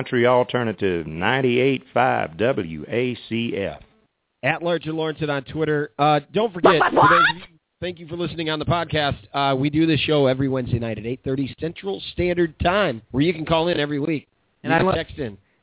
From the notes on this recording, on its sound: In Spokane called in with his 3 year old.